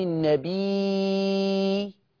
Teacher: الياء ديت، الياء اللي قبل الهمزة، الياء اللي قبل الهمزة مد متصل 6، والواو اللي بعد الهمزة بقت مد بدل 2